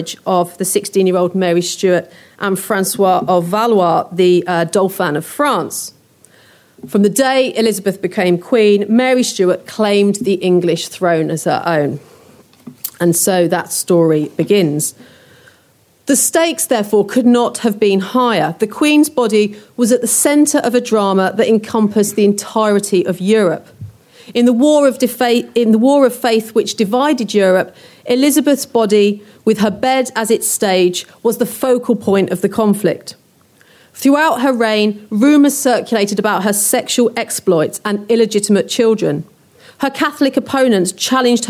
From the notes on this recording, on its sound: a lecture recorded on our recent Tudors Day